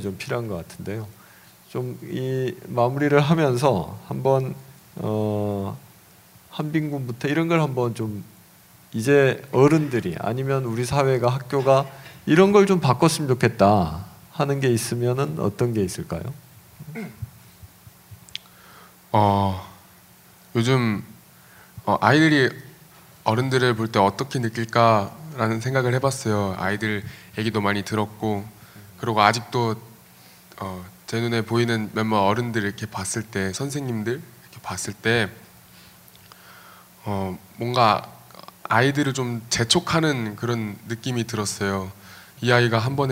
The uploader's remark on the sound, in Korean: 2015년 1월 28일 국회에서 열린 토크콘서트, 그 현장을 공개한다.